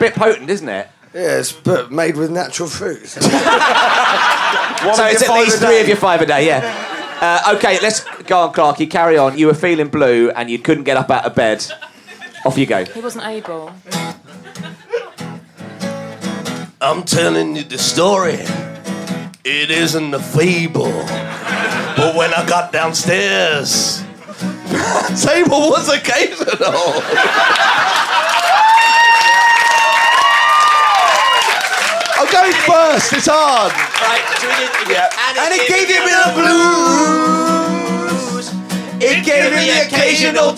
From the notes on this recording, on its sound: Recorded at the Pleasance during the Edinburgh Fringe 2012, this is a booze-fueled slice of chaos.